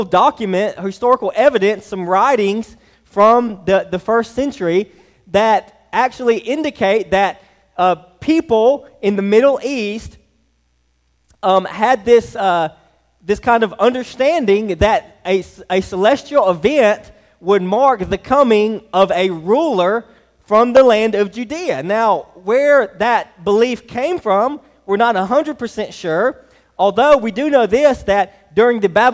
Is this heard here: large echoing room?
yes